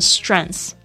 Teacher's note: OK， Your struggles develop your strength，你就是去发展你的力气。那大家特别注意一下，这个 strength 其实它是可以数的，它变成复数的时候呢，这个发音呢就有一点 tricky，有很多美国人自己也不知道要怎么读哦。其实呢它就会变成 strength，到后面就不发 th 的音了，就改发这个最后一个字，这个 s 的辅音的这个声音 strength。